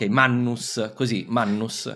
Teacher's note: Non una doppia N, quindi... ma GN come in inglese, Sing, King, cioè c'è un aspetto velare come G · Term: nasale velare